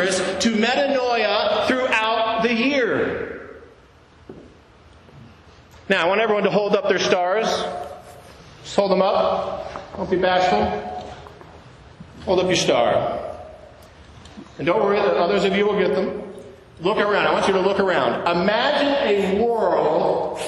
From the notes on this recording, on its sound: To an in-person congregation of St. John’s Episcopal Church, Dubuque, Iowa.